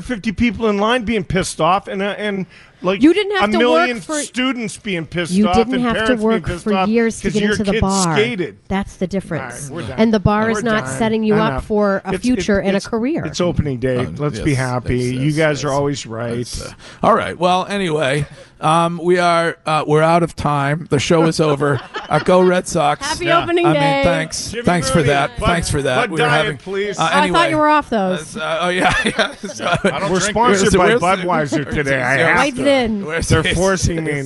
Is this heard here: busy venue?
yes